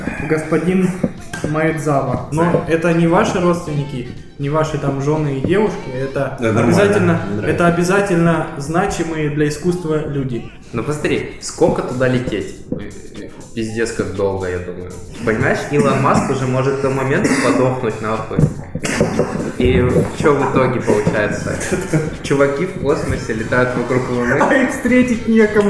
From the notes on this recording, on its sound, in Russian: Пилотный выпуск, в котором всё пошло неправильно. Приносим извинения за звук и обещаем исправиться.